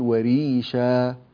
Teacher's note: وريشا، هذا وريشا يعني تنوين نصب لما نقف عليه يسمى مد عوض، فهذا يمد بمقدار حركتين، فنقول وريشا لا تمدها أكثر من ذلك.